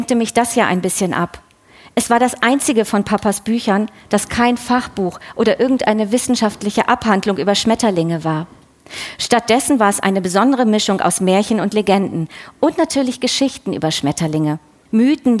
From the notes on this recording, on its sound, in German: Diesmal live von der Frankfurter Buchmesse. Bei der Magellan-Lesung auf der Frankfurter Buchmesse.